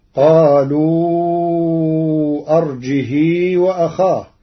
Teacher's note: قرأ ورش كلمة أرجه بكسر الهاء مع الصلة